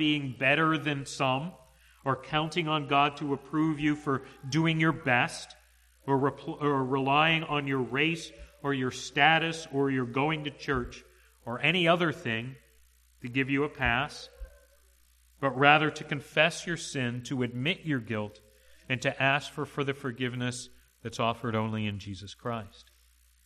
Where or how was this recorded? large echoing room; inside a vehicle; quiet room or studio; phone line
large echoing room